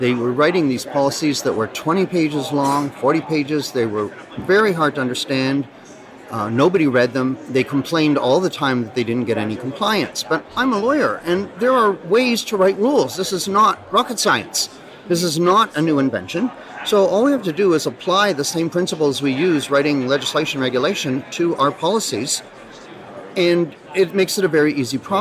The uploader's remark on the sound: Live at ARMA InfoCon